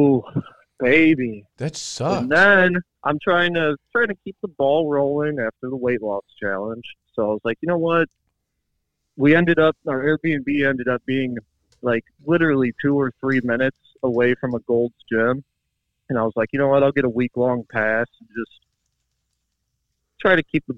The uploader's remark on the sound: Phone call